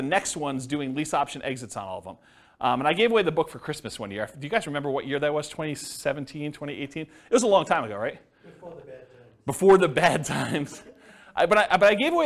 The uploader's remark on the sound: This was a live class recorded.